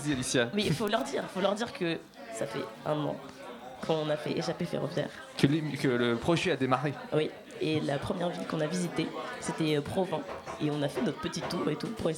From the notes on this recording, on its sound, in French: Pour cet épisode spécial fête, nous étions en direct ! Accompagné de nombreux membres de Radio Campus Paris, tout s’est déroulé en direct depuis le bar “Le Barbier de Bastille”.